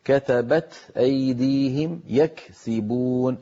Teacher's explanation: وضح الهمس في الكاف والتاء